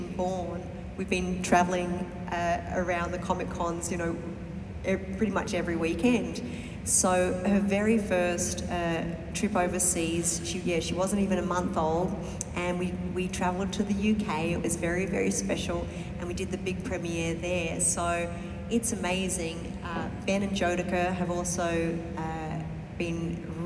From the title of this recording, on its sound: Hashtag Panel at Anime-Zing Con in Davenport, Iowa!